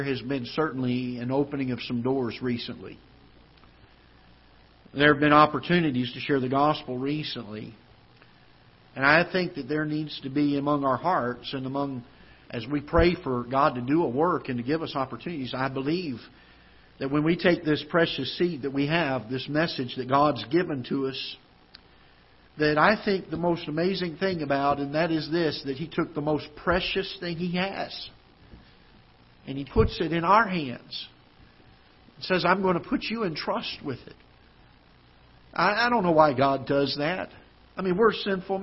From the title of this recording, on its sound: Ketha Heights Baptist Church ~ Live Broadcast